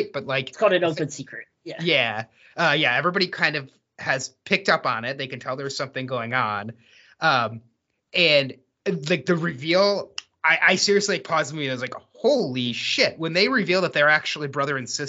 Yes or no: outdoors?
no